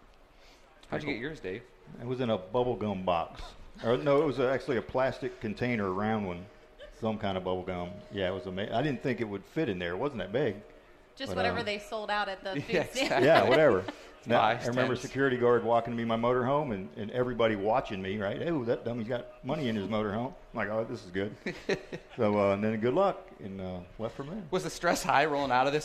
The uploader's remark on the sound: Winged Nation presented by Hercules Tire live from The Kings Royal. Live at Eldora Speedway for The King's Royal weekend on a special edition of Winged Nation presented by Hercules Tires!